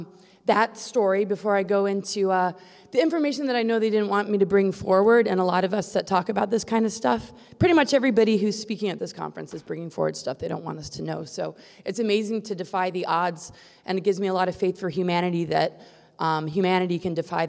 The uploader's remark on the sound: presentation at the Secret Space Conference - 5/4/22